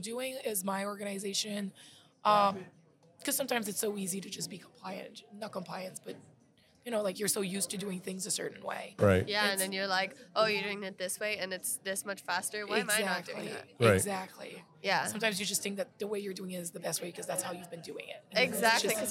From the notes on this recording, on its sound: Visiting with attendees of the ICPA 2022 Fall Conference. We set up our microphones and cameras to talk to attendees, sponsors, exhibitors, and the host of the event.